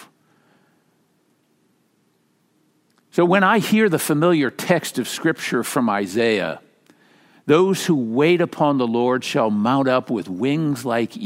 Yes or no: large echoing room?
yes